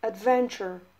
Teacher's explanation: مثلا توی کلمه ادونچر روی اون سیلاب ون میبینیم که یه اپاسترفی گذاشته، یعنی این سیلاب محکمتر تلفظ میشه · Term: Word stress